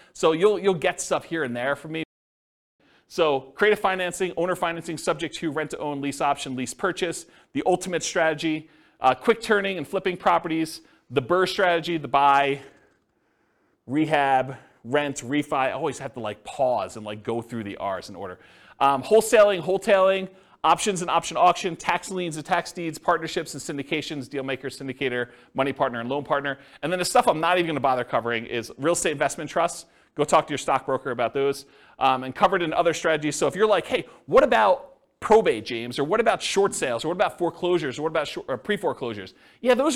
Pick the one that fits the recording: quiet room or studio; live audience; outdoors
live audience